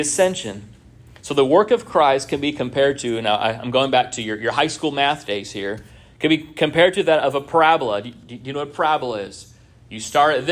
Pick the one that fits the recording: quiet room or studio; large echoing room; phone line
large echoing room